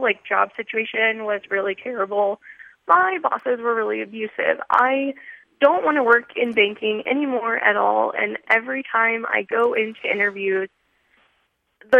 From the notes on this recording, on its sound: They then turn to the phones and speak to a variety of callers